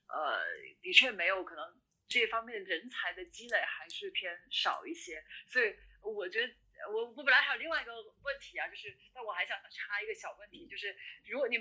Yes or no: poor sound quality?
yes